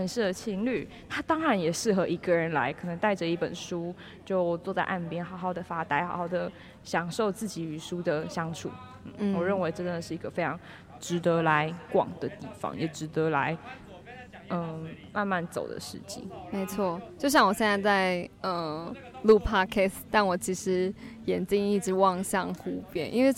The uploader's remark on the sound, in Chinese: 不DO書團隊出去玩啦！我們到了2022保安林書市。我們在市集現場的錄音。